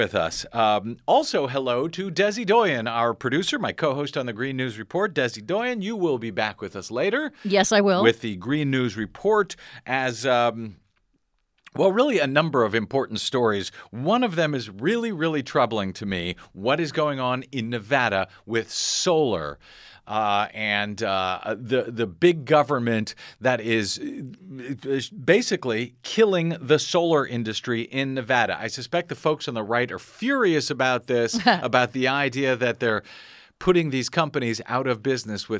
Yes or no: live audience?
no